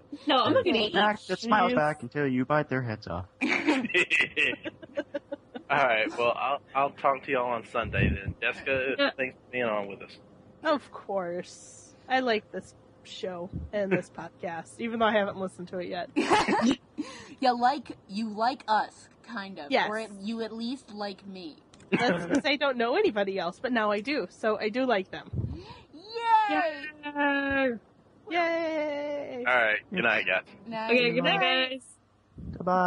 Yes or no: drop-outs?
yes